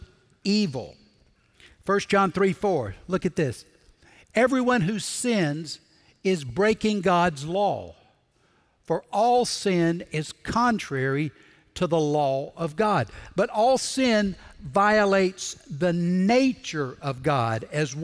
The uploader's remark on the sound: Recorded Live at Brookwood Church